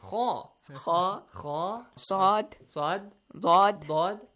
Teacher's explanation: Look, they are heavy letters, but you're like producing a light sound.